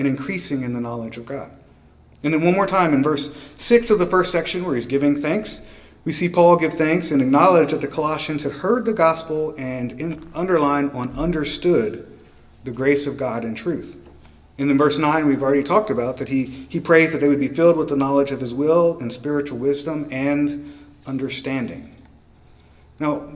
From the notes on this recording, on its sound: preached at Christ Our Savior Baptist Church on Sunday evening, April 2, 2023